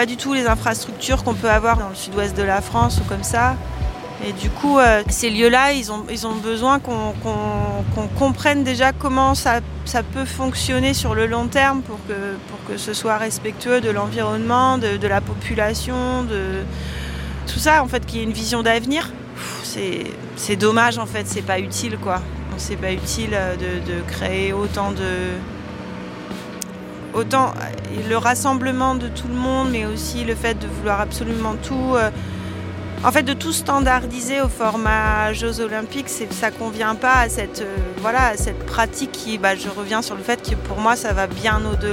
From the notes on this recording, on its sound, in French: Extrait sonore de la table ronde à l’occasion de l’événement Demain le sport.